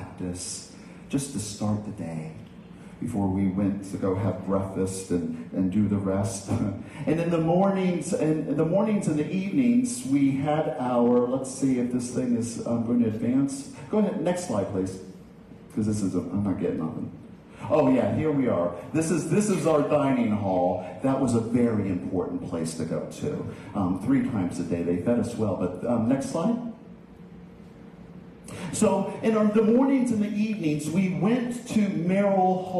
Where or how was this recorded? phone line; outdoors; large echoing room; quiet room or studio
large echoing room